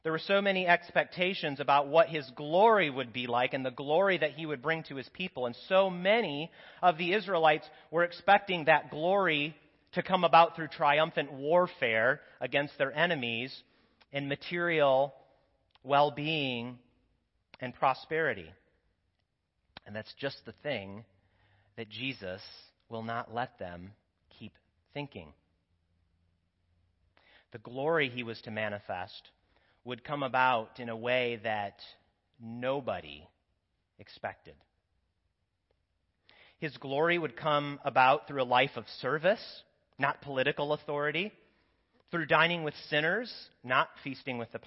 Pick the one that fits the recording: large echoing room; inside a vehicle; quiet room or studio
large echoing room